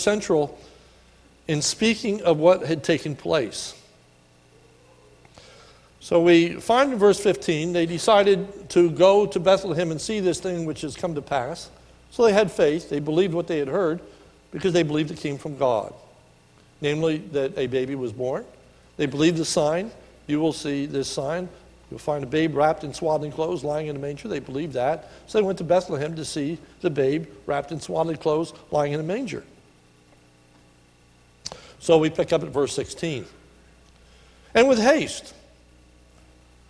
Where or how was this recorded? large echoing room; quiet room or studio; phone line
large echoing room